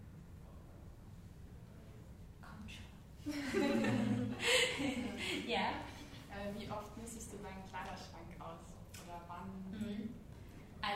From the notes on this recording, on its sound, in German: Live Podcast. Zusammen mit den Google Pixel Studios* hatte ich nämlich die Möglichkeit, vor Publikum meine Ansichten bezüglich des Themas "den eigenen Stil finden" zu teilen.